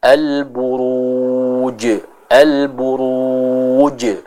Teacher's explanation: cara membacanya adalah dengan memantulkan huruf jim tersebut · Juga dia memiliki sifat jahar sehingga tidak ada udara atau nafas yang keluar dari pengucapan huruf jim tersebut · Term: sifat qalqalah